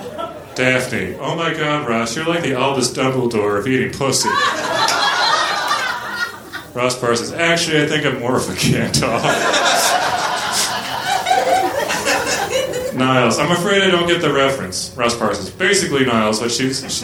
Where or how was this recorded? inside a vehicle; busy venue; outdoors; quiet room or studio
busy venue